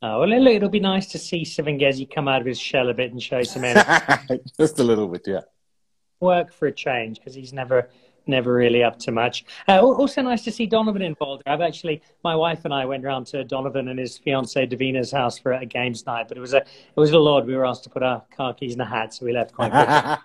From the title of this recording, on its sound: IG Live